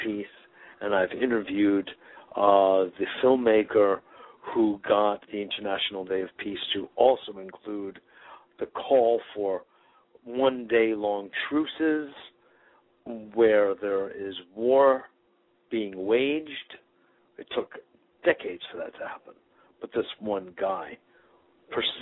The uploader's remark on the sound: Today is a chance for listeners to call.